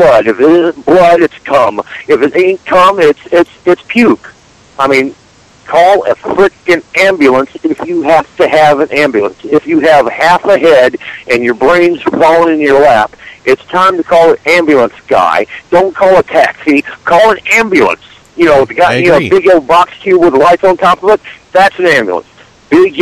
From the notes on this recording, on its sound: Prank Phone Calls